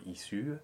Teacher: The tongue and the inside shape will stay the same between the E and the U, but the lips will round.